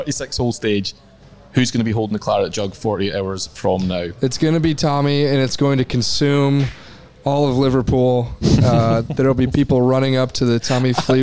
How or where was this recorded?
outdoors